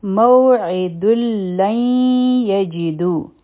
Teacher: دلته کې هم ادغام دی لیکن دا د غنه سره دی دوه سیکنډه ټایم به ورکو